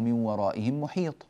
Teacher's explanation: الأنف يعمل عند الواو · Term: إدغام بغنة